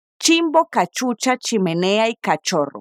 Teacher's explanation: esta combinación de letras no suena tan suave como en portugués, sino que en español pronunciamos la C seguida de la H de una forma más fuerte